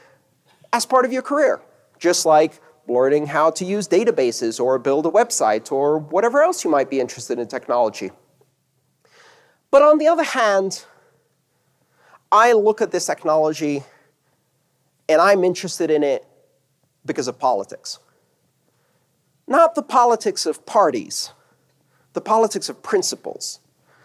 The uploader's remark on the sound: This talk took place on August 6th 2018 at 'The Internet of Money Tour' at the Hilton Denver Inverness in Colorado.